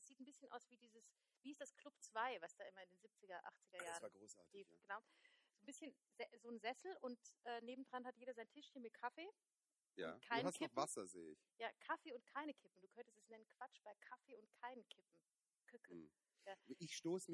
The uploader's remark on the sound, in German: Die mit den Bidets & der schlechten Tonqualität! Es ist quasi das Prequel aller Prequels...nur halt in ganz geschissener Tonqualität.